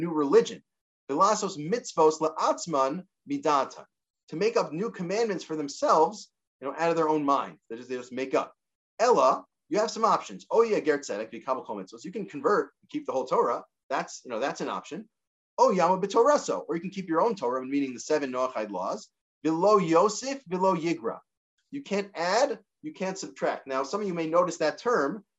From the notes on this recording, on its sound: This audio was captured from Zoom on 03/13/2022 as part of Drisha's Spring Zman.